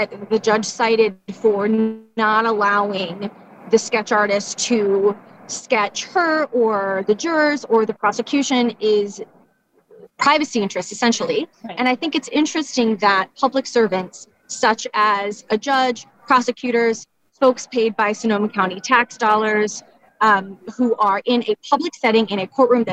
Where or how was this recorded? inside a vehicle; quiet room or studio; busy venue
busy venue